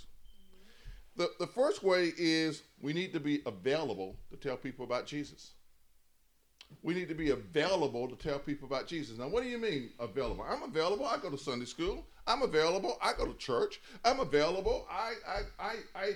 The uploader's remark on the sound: In a sermon recorded live at New Bethel